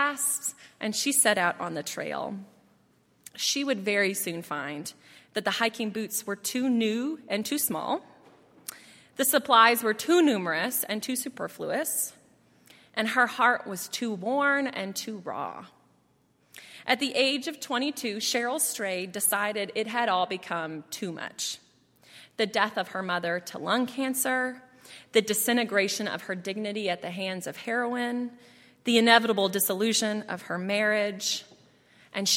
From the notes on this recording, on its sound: at Highland Baptist Church